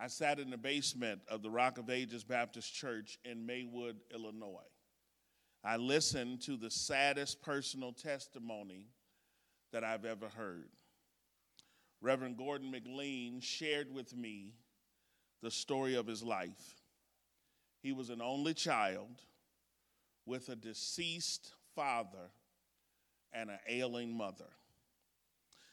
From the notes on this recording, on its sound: This exposition was recorded at the Woodbridge, VA 2023 Workshop